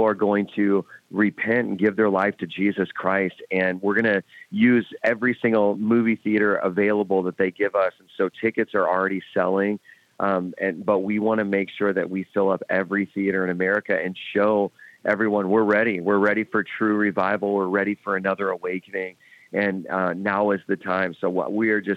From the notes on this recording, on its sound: we take your calls in open phones across America